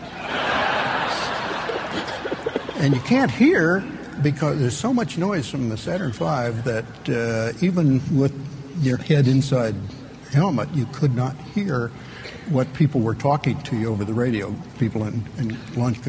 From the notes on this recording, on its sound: a live recording from a 2002 Buffini & Company MasterMind Summit